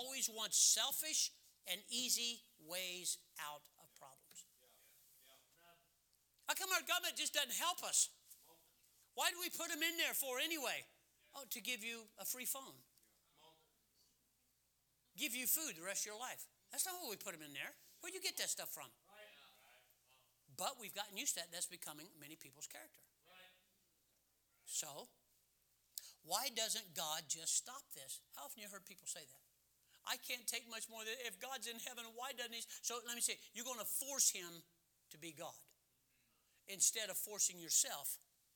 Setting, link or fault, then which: setting, large echoing room